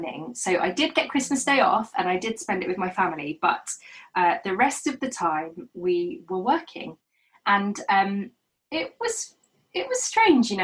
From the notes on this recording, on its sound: This episode was recorded remotely over Zoom. This series was recorded remotely during the second lockdown.